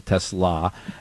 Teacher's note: So you probably figured, like, you already had enough challenge in life having a last name that, if I'm pronouncing correctly, you're supposed to have an emphasis on the last syllable